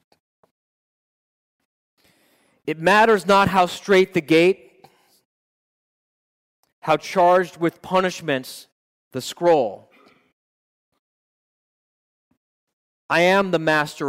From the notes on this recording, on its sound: at …’s Live Quarterly Meeting in West Palm Beach, Florida